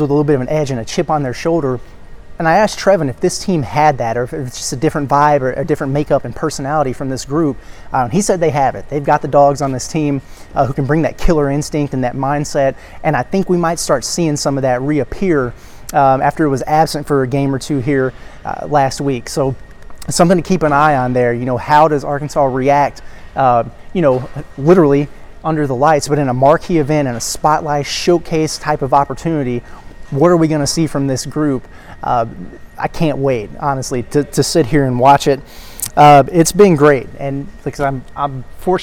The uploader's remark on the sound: live on site at the Imperial Ballroom from Paradise Island, Bahamas